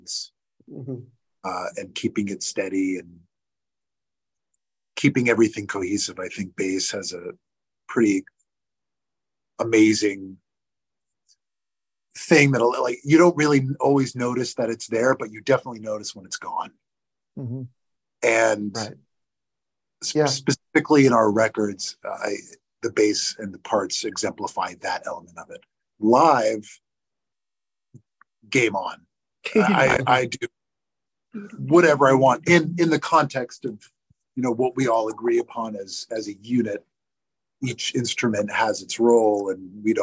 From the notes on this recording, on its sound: Join us via Zoom from their LA-area rehearsal space a week after their tour wrapped.